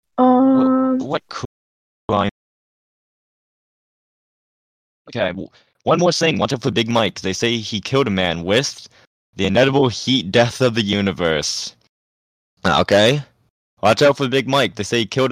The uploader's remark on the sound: I sound glitchy because I’m on a new computer